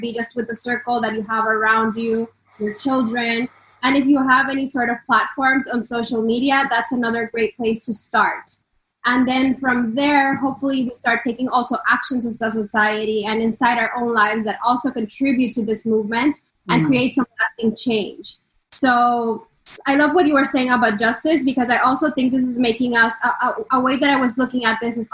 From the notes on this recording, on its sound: The audio version of a webinar we hosted for people who are really struggling with speaking up and speaking out right now.